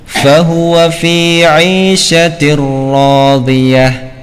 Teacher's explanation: Semisal ya, apabila ada nun sukun atau tanwin bertemu dengan ra ya, fa huwa fi 'aisyatir radiyah ya, huruf yang pertama dimasukkan ke dalam huruf yang kedua sehingga huruf yang kedua bertasydid dengan tanpa gunnah ya, jangan ditahan ya, langsung fa huwa fi 'aisyatir radiyah ya. · Term: idgham bila gunnah